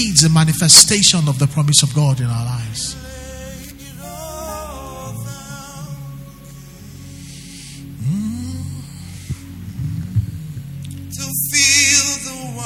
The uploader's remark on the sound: Record LIVE at our Wednesday Interactive Service on January 30, 2019